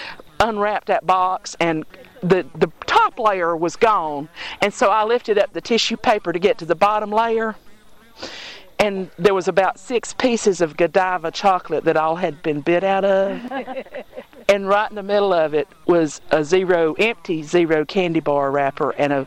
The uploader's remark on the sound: Recorded live around a campfire at Clapping Hands Farm at a stargaze.